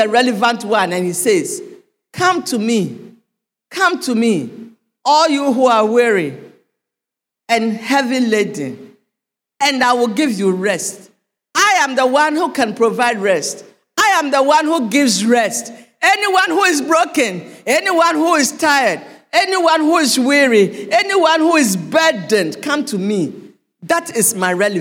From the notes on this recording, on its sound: Sermon preached at CBC Shiashie Campus